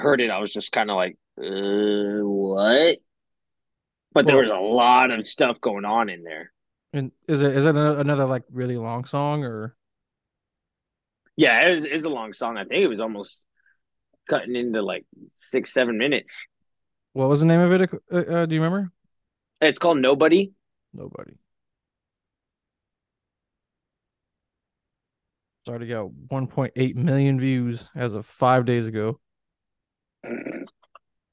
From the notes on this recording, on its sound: if the audio sounds a bit off, we were still doing the zoom calls on this episode.